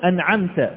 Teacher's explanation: ومن وسط الحلق تخرج العين المهملة